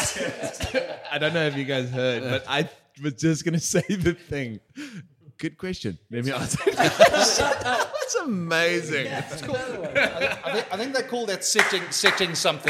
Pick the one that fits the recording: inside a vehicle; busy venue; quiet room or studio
busy venue